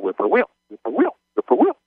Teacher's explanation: They put the accent on the third syllable, and so it comes out whippoorwill, whippoorwill, whippoorwill.